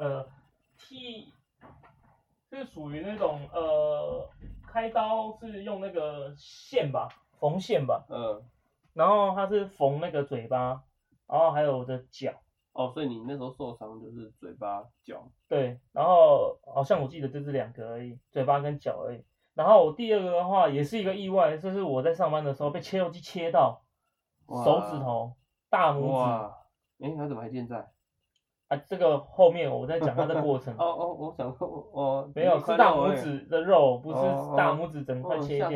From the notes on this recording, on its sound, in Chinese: 這一集的收音會有點瑕疵